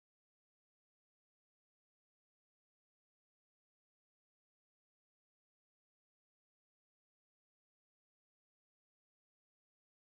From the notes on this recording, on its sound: Jumuah Lecture